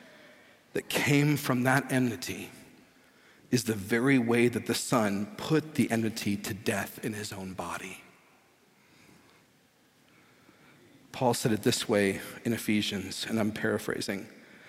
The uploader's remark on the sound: This is a sermon from Sojourn Heights Church in Houston, TX.